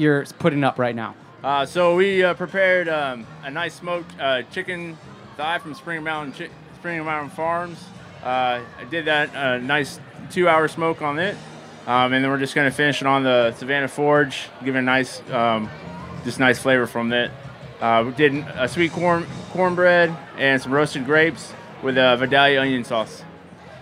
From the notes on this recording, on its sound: over the Springer Mountain Farms campfire at Charleston Wine + Food